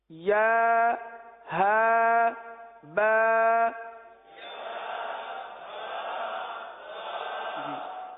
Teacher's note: ہا جو سینے سے متصل حلق ہے یہاں سے ادا ہوتا ہے. کتنا فرق ہے، ظاہر سی بات ہے ایک حرف ادا کرنے کے بعد دوسرے حرف کے لیے اس مخرج میں جانے کے لیے کچھ تو وقت لگے گا نا.